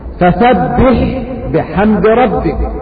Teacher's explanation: فتجد أن الحاء تخرج من وسط الحلق